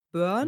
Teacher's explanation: dieses U würden wir dann tendenziell wie so ein Umlaut Ö aussprechen.